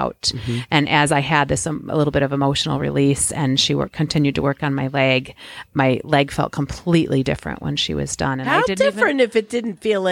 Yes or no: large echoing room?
no